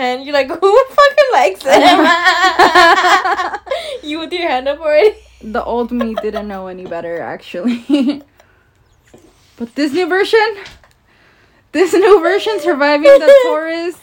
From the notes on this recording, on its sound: trigger warning: loud noises and loud loling